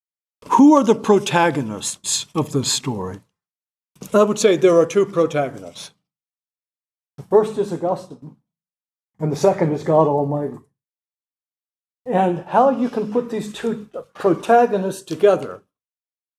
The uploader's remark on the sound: This lecture was given on June 12, 2023 at the Dominican House of Studies in Washington, D. As part of the 2023 Civitas Dei Summer Fellowship.